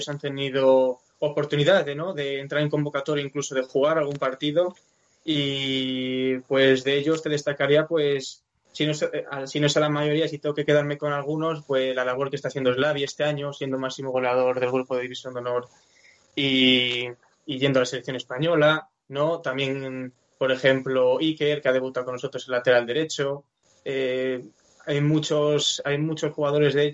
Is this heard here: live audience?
no